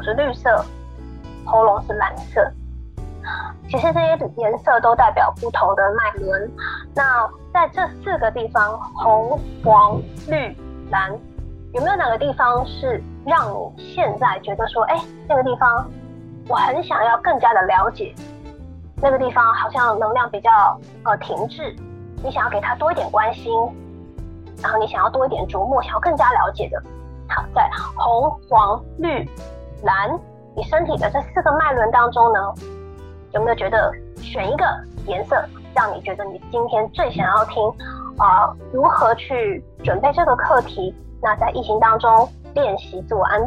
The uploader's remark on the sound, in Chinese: 本集節目採用遠端錄音，音質不佳請見諒。